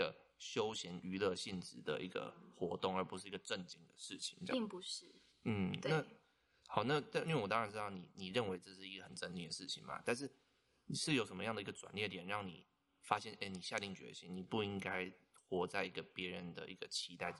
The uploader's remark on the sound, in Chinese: 近期我們收到很多關於聲音品質不足的回饋。可能有時候錄音的地點限制，後製處理如降噪音等後會降低一些聲音。